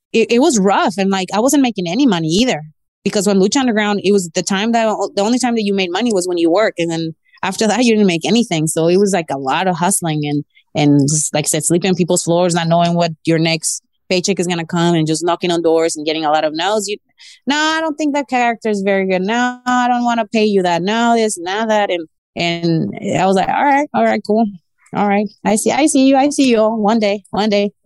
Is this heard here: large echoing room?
no